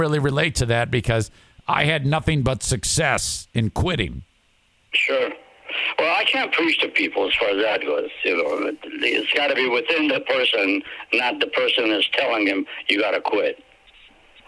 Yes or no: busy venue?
no